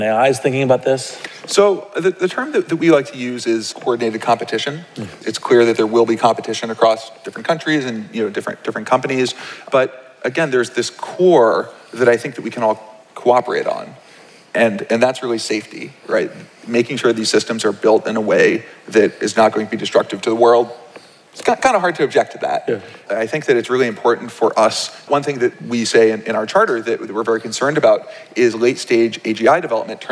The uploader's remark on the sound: From the 2019 Startup Grind Conference